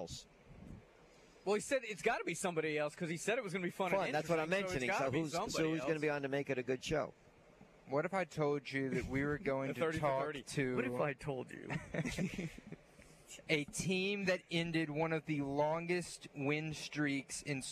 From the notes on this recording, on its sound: High School Gameday #1 at Fairhope. Broadcast LIVE from Fairhope to kick off high school football season!